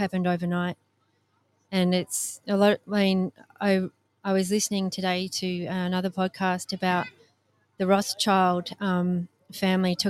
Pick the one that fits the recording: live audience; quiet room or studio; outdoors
outdoors